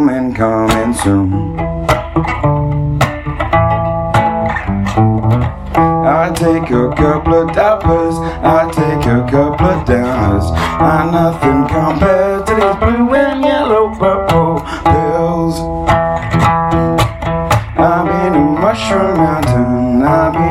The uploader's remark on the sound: Nylon acoustic guitar Phone recording.